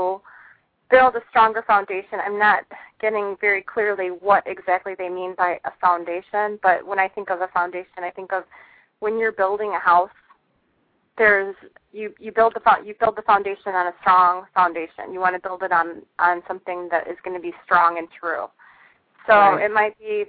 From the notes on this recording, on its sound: Callers are free to call in and ask questions or request short readings.